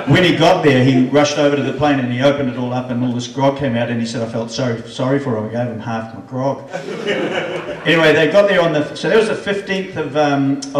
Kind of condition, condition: setting, busy venue